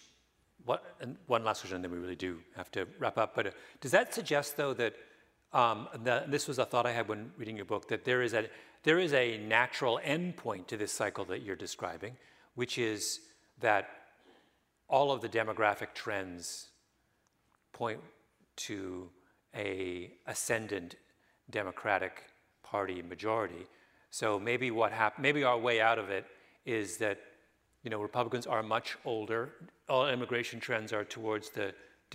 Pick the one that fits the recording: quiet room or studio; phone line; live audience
live audience